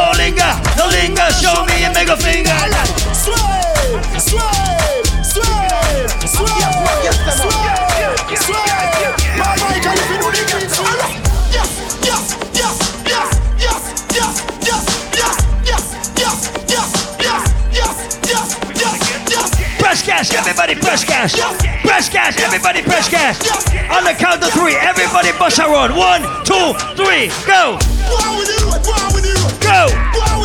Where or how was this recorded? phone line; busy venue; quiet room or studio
busy venue